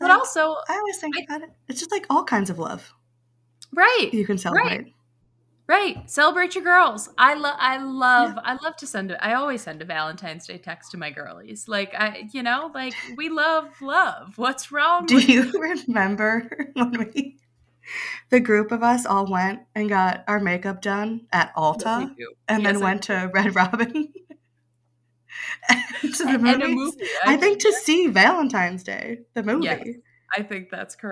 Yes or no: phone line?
no